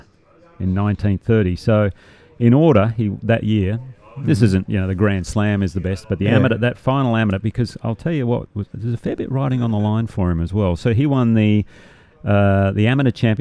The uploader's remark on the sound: Today we're coming live from the famous Huntingdale Golf Club which is undergoing a huge redevelopment, we're in the lounge looking over piles of dirt with tractors and dump trucks everywhere.